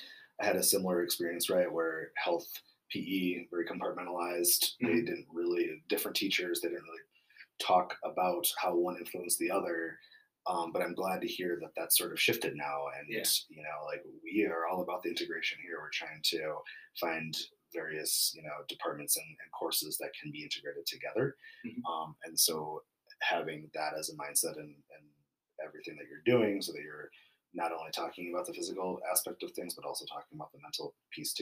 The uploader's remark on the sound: Apologies in advance for the low sound. I am still trying to figure out the best system to ensure there is clarity and appropriate volume in the sound system.